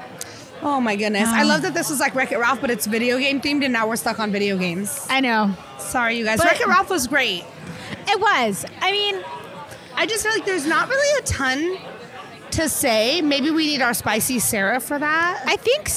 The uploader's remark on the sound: Wreck it Ralph LIVE at CCS 2023. In this episode, we are LIVE at CCS 2023!